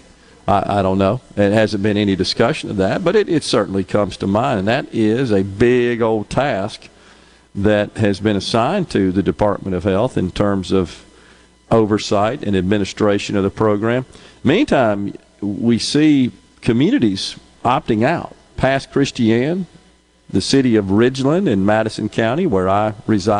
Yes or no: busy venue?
yes